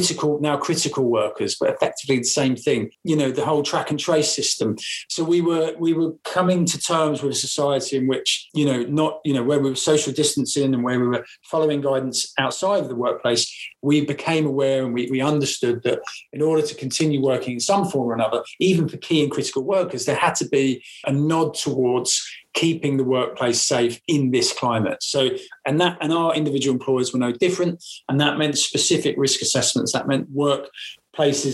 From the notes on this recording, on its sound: We join a live webinar